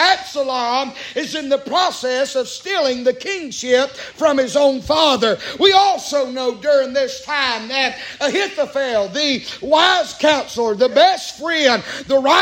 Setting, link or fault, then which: setting, large echoing room